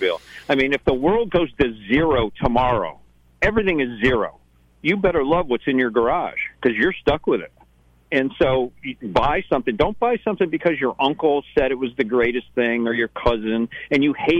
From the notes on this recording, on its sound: called in from Newport Motor Week and the Audrain Museum